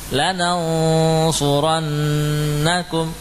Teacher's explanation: Yang tasydidnya, nun tasydidnya dipanjangkan gunnahnya